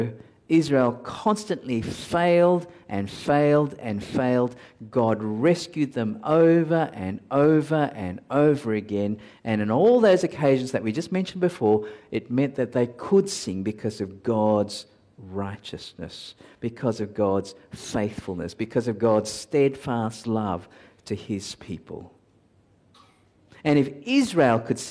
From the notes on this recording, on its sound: at Covenant Hope Church in Dubai, UAE, on Oct 23, 2022